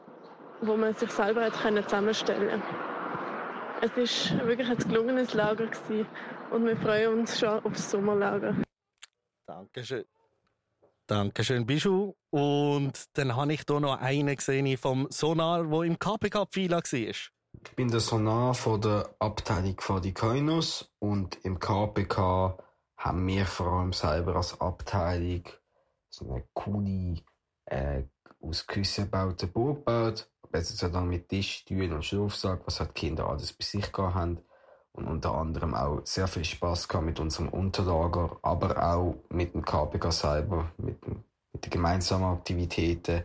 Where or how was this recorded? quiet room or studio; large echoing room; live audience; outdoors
outdoors